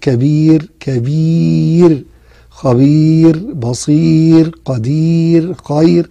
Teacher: الراء الساكنة التي قبلها ياء ساكنة فإنها ترقق أيضا